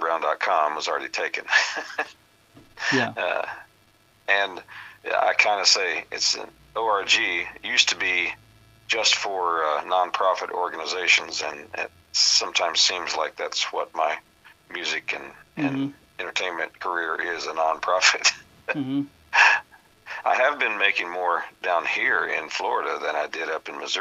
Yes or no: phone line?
yes